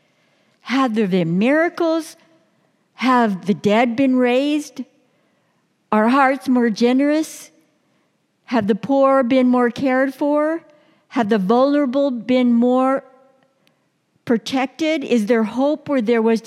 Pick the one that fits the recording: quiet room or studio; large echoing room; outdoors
large echoing room